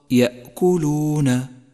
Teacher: احذر من القفز على حرف الهمزة الساكن في كلمة يأكلون يأكلون، فإذا قفزت عليها صارت كصفة القلقلة، أي هكذا يأكلون يأكلون، فهذا خطأ شائع، والصواب يأكلون.